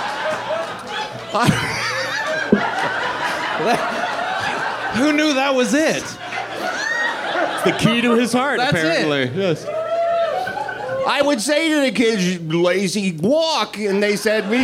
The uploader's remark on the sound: LIVE At The Improv. SOLD OUT recording of #TheRalphReport - LIVE on Saturday night.